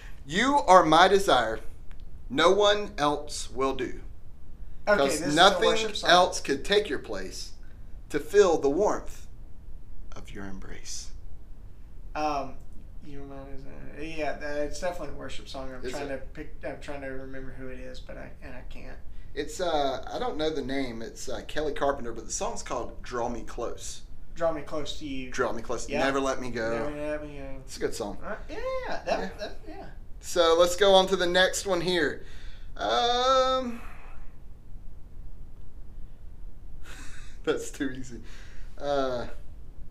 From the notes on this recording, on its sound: WE know the AUDIO LEVELS are really BAD.